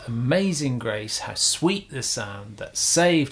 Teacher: in Amazing Grace, the stress is on the second syllable